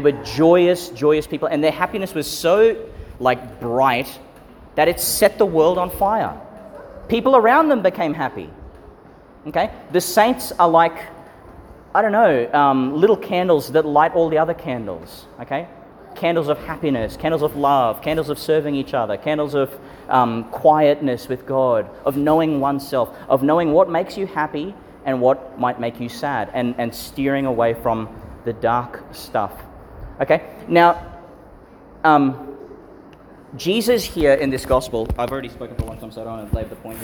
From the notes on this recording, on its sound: Homily for St Francis of Assisi Catholic Primary School All Saints Liturgy, delivered in St Peter Chanel Church, Tannum, Qld.